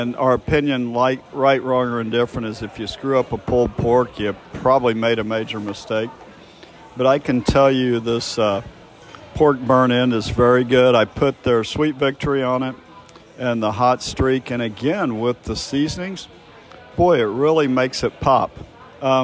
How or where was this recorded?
busy venue